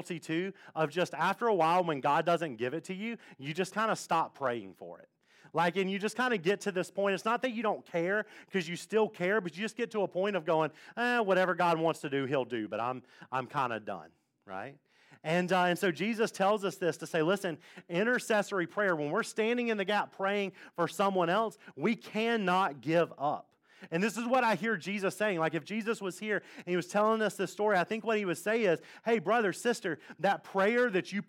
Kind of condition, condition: setting, large echoing room